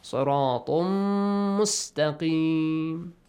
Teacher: طَا has a tanween plus next word starts with ميم merge them · Term: إِدْغَام